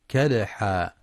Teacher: وينتبه لقلقلة الدال الساكنة في كلمة كدحا، فلا يقرأ كدحا.